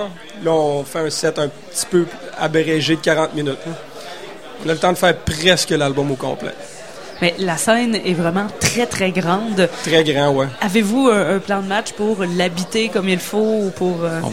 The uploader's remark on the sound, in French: En entrevue à CKRL 89,1 en direct du bar Le Sacrilège au Festival d'été de Québec.